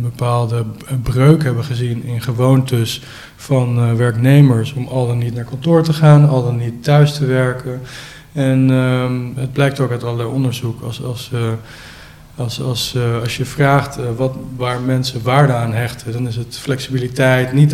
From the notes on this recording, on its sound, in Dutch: welke tijdens World Workplace Europe is opgenomen